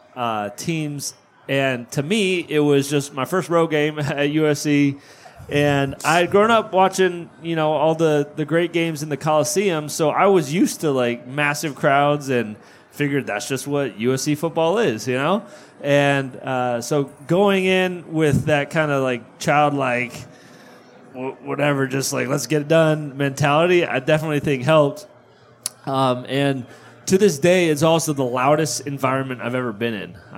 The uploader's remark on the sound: This podcast is a recording of a live event called Inside USC Football held at The Lab across from the USC campus.